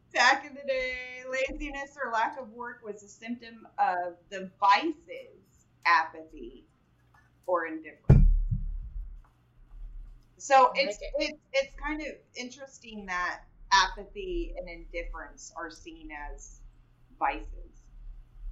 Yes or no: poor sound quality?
yes